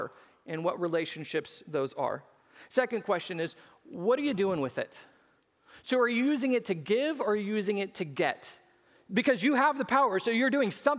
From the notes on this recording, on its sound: SCG Church Service.